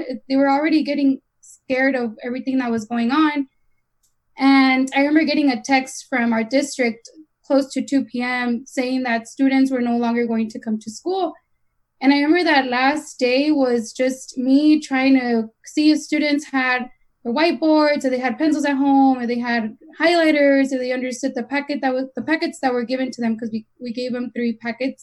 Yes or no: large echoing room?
no